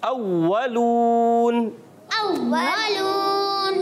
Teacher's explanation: अव्वलून में वाव पर तशदीद है, जरा थोड़ा सा रुक कर अदा करेंगे।